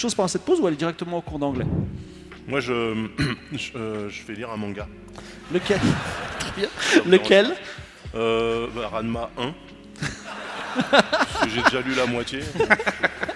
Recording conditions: live audience